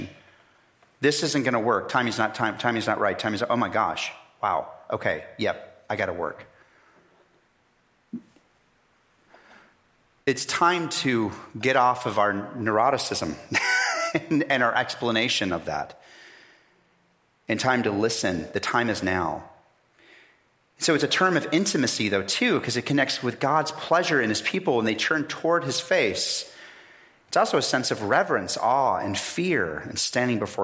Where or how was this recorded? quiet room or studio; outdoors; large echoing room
large echoing room